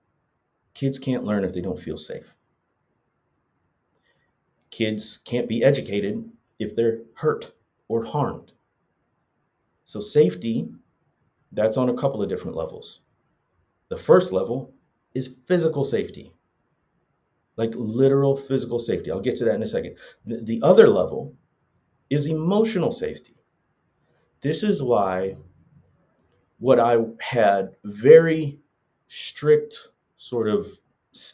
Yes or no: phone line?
no